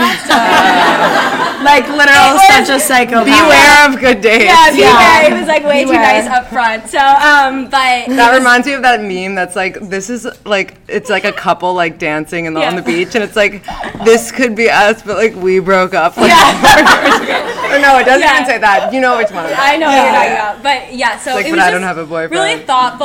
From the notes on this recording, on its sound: our first live podcast